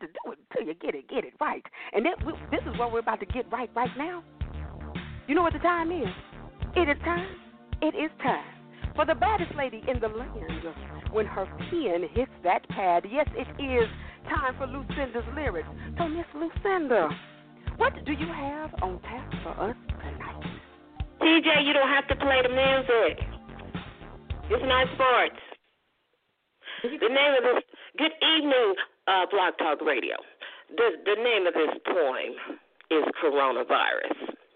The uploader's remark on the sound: Your phone calls, comments, questions.